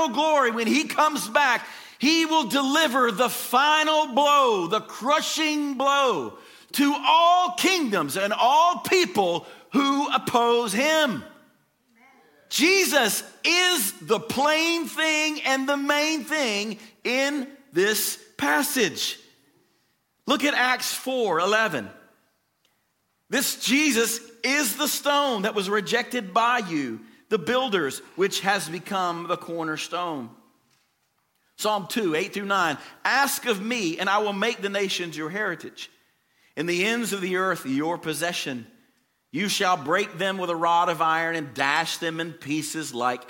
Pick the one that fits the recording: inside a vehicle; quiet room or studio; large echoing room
large echoing room